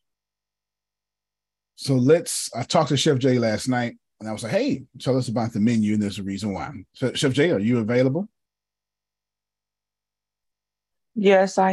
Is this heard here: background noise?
no